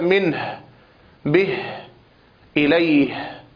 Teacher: أولا بالنسبة للهاء، وذلك لأن كل صفاتها صفات ضعف، فهي مهموسة، رخوة، مستفلة، منفتحة، خفية، وذلك لبعد مخرجها، فهي تخرج مع الهمزة من أقصى الحلق، أول الحروف العربية مخرجا الهمزة والهاء، فمخرجها بعيد جدا. · Term: أحرف خفية